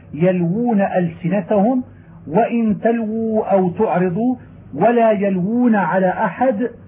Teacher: تكررت الواو غير مشددة والأولى مضمومة والثانية مكسورة وجب البيان لذلك لثقل الواوين ولثقل الضمة والتكرير، وذلك نحو يلوون ألسنتهم وإن تلووا أو تعرضوا ولا يلوون على أحد وهل يستوون ولا يستوون عند الله، كل هذا يجب التحفظ ببيانه لثقله ولئلا يهمل.